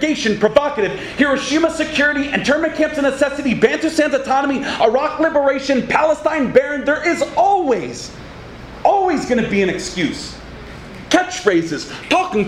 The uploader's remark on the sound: This workshop was presented at the Socialism 2014 conference in Chicago on June 26th. It was part of a track of radical art talks done every year at the Socialism conference.